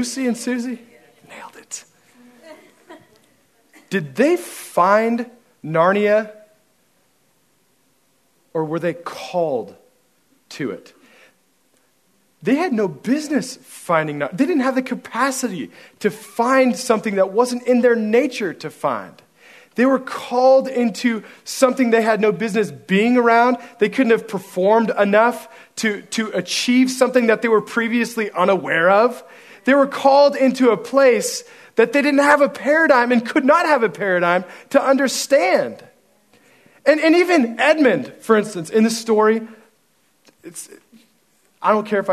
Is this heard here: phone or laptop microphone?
no